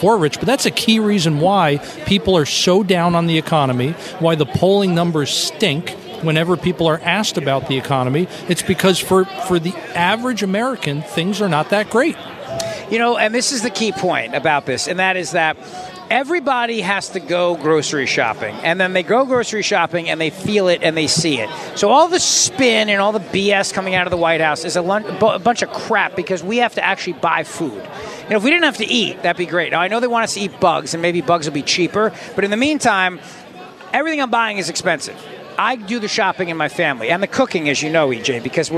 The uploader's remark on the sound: joins The … Show from CPAC in Washington, D.